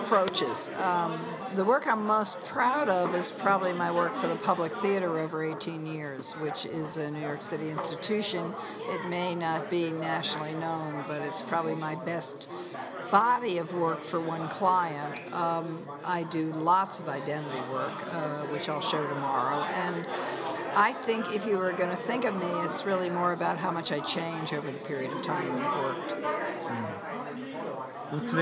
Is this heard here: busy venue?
yes